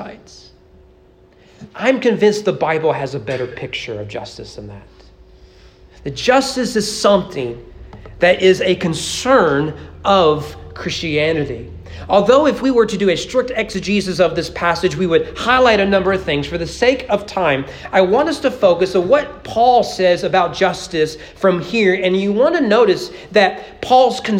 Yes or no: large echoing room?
yes